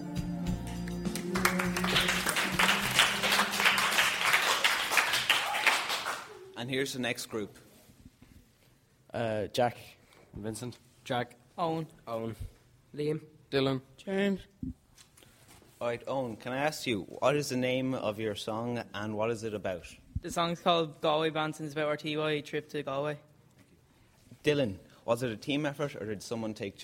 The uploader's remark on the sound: live from the biggest secondary school in Ireland - Gorey Community School